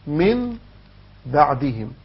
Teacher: إخفاء الميم مع مراعاة عدم كز الشفتين وعدم عمل فرجة كبيرة بين الشفتين